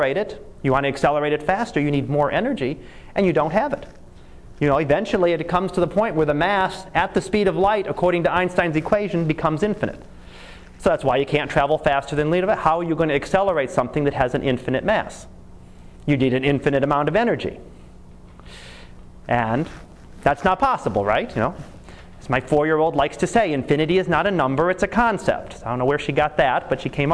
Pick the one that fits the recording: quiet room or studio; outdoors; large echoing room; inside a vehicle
large echoing room